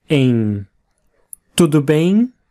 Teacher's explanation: it's a very nasalized sound. Don't try and force that M. Keep your lips apart, air through the nose · Term: nasal sound